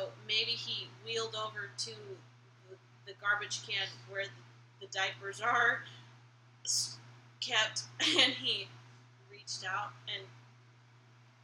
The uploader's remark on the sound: In what may be the quietest episode yet (the mic's were turned down a little low).